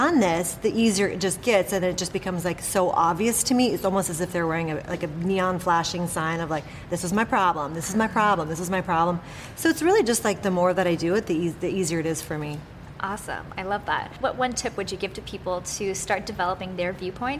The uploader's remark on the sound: a special episode from Off the Charts Live